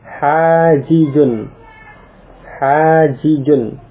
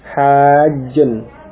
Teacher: Dua huruf yang sama diidgham. Dari hajijun, jimnya diidgham menjadi hajjun.